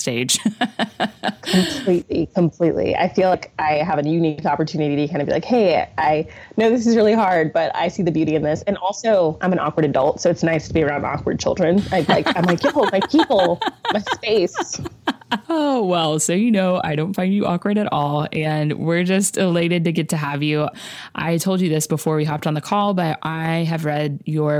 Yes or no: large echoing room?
no